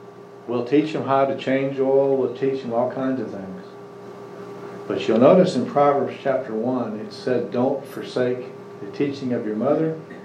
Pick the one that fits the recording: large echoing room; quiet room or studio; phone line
large echoing room